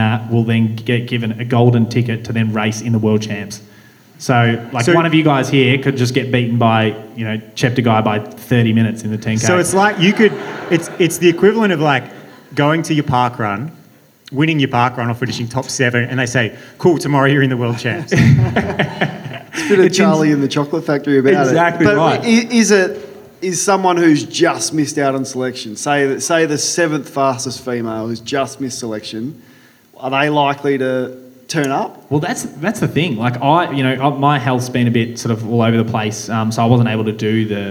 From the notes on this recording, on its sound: Last month we produced our second ever live show to celebrate the upcoming launch of the Hoka Clifton 9. This special live-show recording.